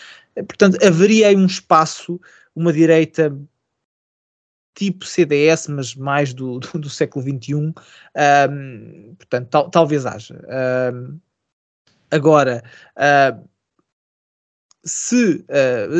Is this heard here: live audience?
no